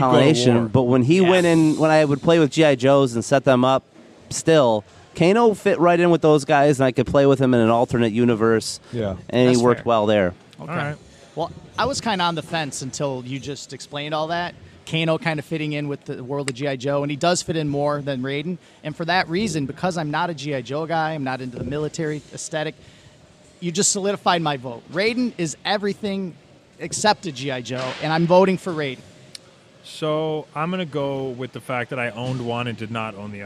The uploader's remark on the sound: live from Really Cool Comic Con in Flint, MI!